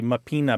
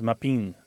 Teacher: a lot of times that final syllable or that final vowel disappears through a process called lenition · Shown in: second take · So what might be mapina becomes mapin because the A is just kind of not really fully said.